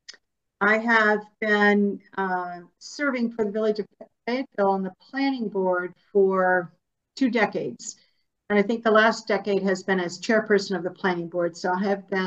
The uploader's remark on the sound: Zoom with Czarny Village candidates.